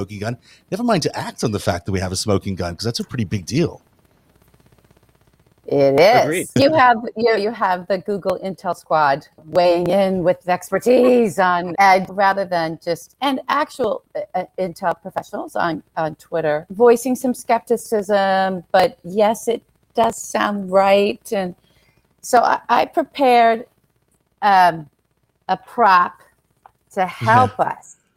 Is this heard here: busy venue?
no